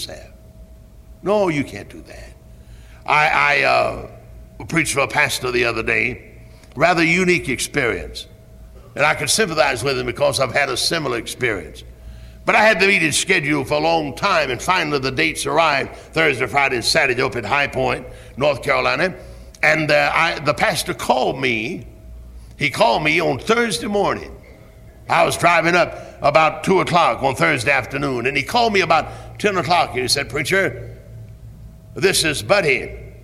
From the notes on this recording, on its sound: Originally preached at Tabernacle Baptist Church in Greenville, SC on July 8, 1973.